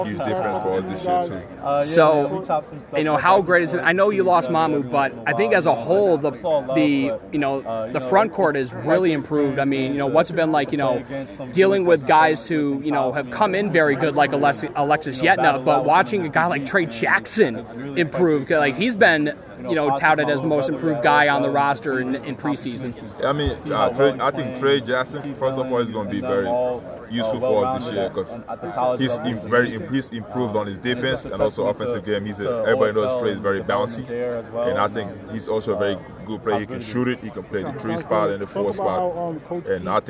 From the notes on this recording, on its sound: featuring sound bites from 10 of the 11 Big East programs emanating from none other than "The World's Most Famous Arena", Madison Square Garden!